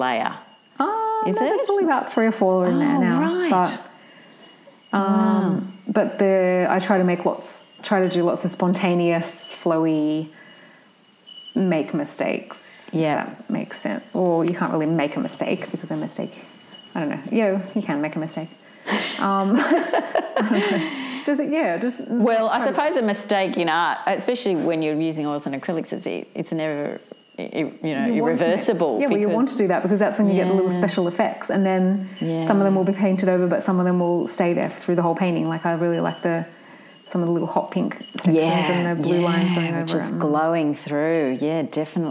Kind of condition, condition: fault, sounds in the background